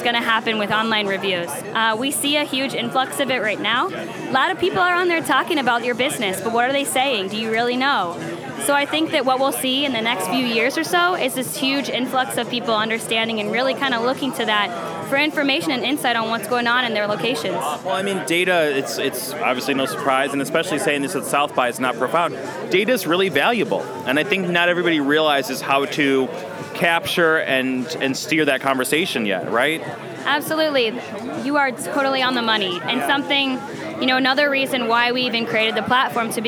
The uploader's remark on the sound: In an interview recorded at the ChicagoMade activation lounge at SXSW